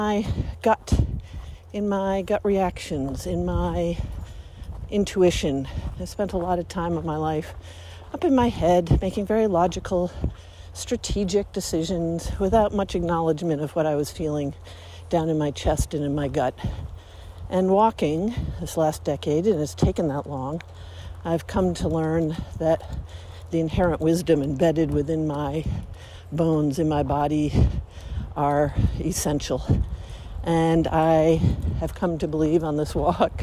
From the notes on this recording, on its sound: we thought we would record our personal thoughts as we walk